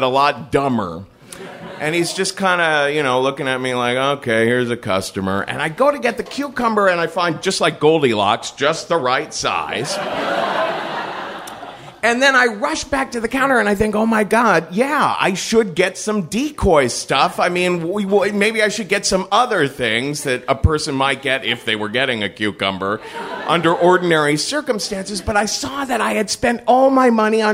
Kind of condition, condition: setting, live audience